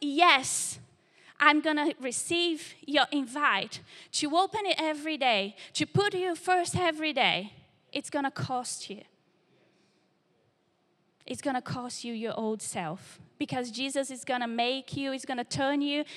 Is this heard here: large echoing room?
yes